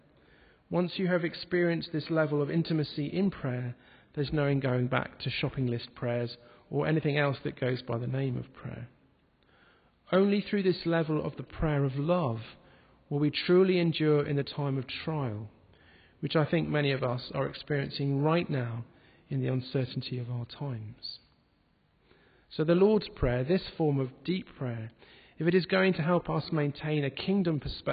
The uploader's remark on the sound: This podcast was recorded at the Moot Community Eucharist, in the Guild Church of St Mary Aldermary in the City of London